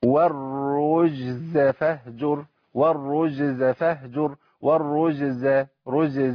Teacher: انا عندي الجيم اذا سكنت وجي بعديها زي او ايه او سين، لو جه بعديها زي هقع ممكن القارئ يقع في خطأين. الخطأ الاول ان هو يضغم الجيم في الزاي.